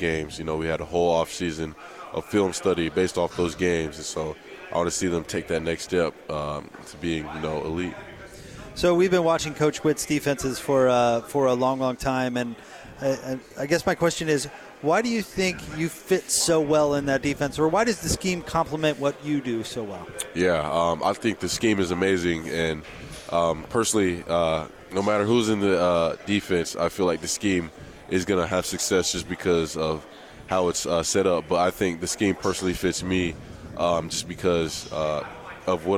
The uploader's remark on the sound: LIVE from Pac-12 Media Day in Los Angeles, CA.